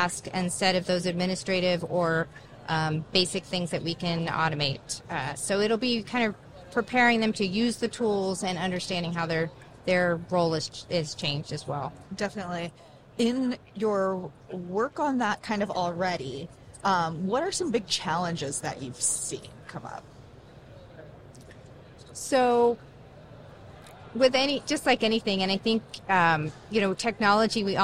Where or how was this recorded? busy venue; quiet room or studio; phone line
busy venue